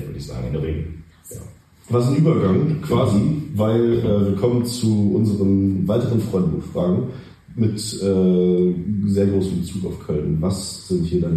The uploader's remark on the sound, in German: Leider hatten wir bei der Aufnahme erhebliche Tonprobleme - wir haben alles versucht, um die Aufnahme zu retten.